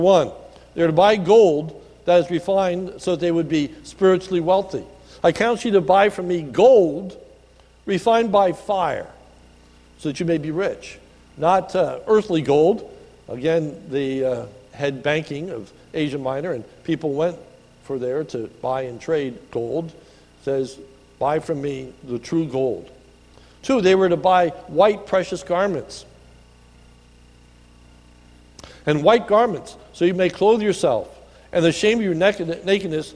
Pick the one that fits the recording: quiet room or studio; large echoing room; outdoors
large echoing room